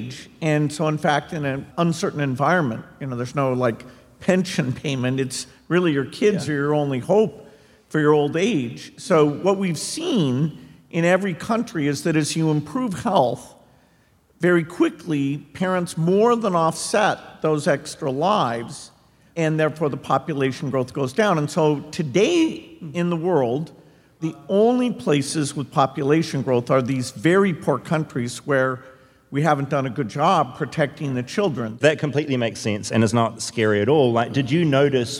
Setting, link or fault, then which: setting, live audience